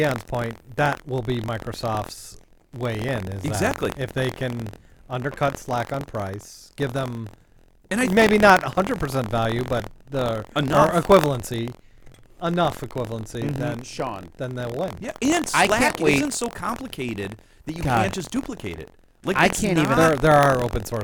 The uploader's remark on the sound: We experienced some minor difficulties with the audio tracks this week and spent too much time trying to fix them to no avail.